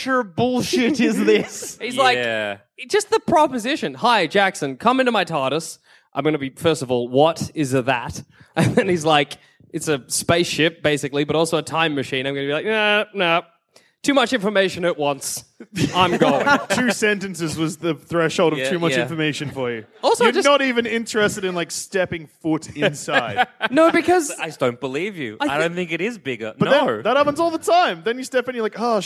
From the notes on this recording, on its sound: Recorded at the Marriott Hotel in Cardiff.